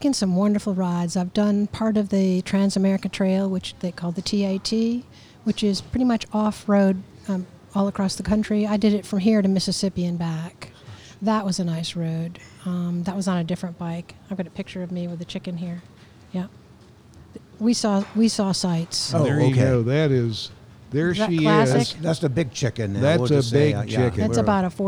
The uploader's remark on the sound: This episode was recorded at Sanctuary Brewing Company in Hendersonville, North Carolina.